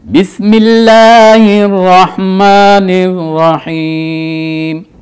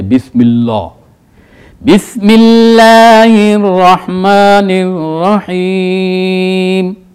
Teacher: تو یہاں لفظ بسم اللہ، لفظ اللہ کو باریک کر کے پڑھنا ہے · Shown in: first take